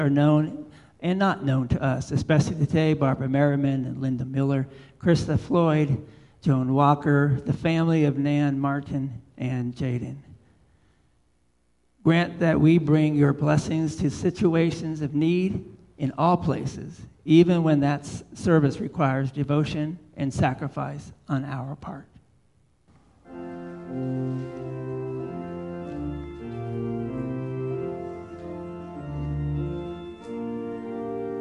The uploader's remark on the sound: Live Worship Service